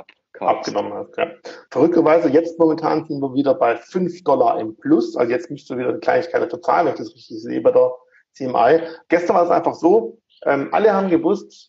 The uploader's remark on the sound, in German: Insta-Live.